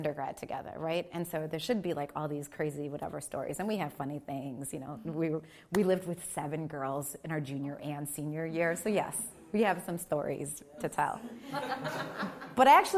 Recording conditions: live audience